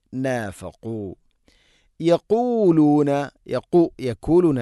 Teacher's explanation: മഖ്റജ് തൊണ്ടയുടെ മുകൾ ഭാഗം, അതിൻ്റെയും മേലെ ചെറുനാക്ക്.